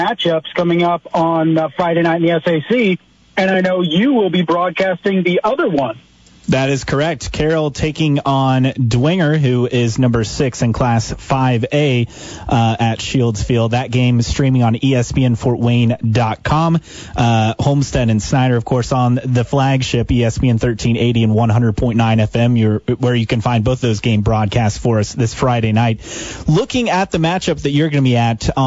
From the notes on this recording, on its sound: Joins by phone to preview Week 5 high school football action.